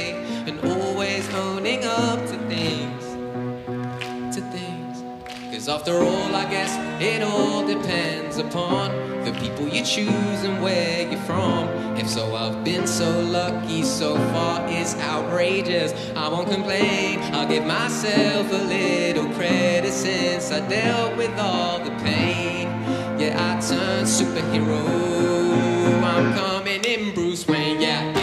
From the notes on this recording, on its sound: Concert at Glastonbury festival